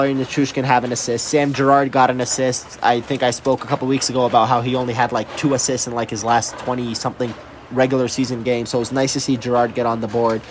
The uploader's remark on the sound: Record a quick hit post-game show at Ball Arena. They chat about the deafening crowd.